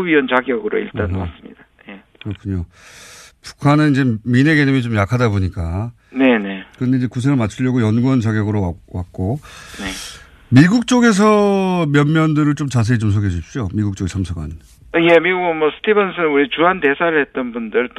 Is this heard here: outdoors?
no